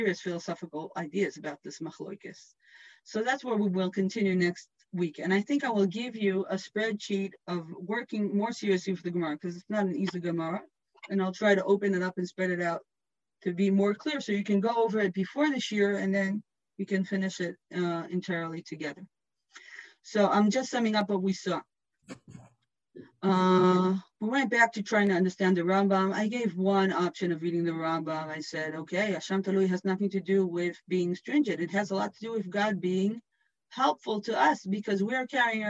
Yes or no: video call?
yes